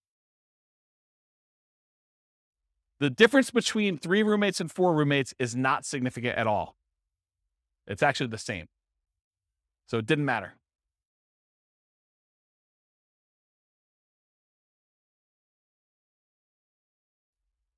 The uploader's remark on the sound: This was a live class recorded